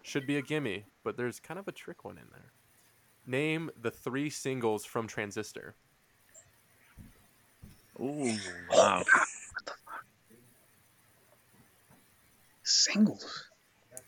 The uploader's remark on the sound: Technical difficulties aside